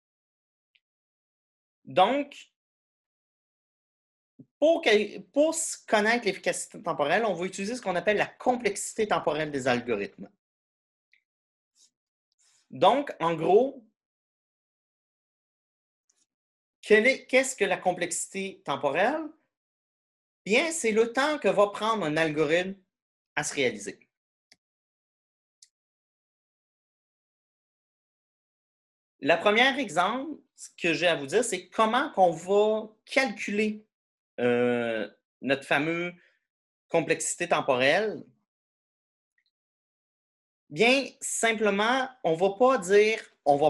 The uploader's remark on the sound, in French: cours en ligne sur Zoom